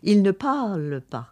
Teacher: Quand on dit « il ne parle pas », on va dire en créole « il ne parle pas ». On entend très peu le R. Vous voyez, on entend une voyelle longue.